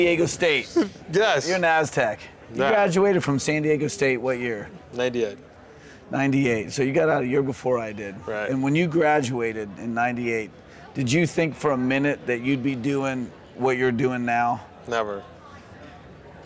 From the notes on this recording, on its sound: Live from New West Summit